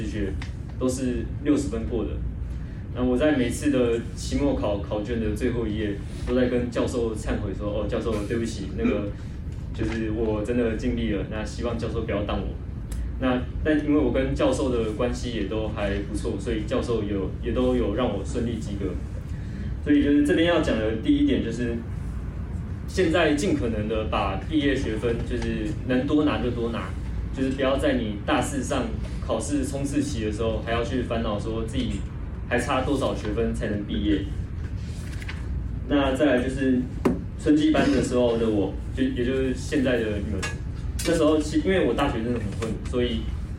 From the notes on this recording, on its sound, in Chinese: 課堂分享錄音, 聲音並不是好, 還請見諒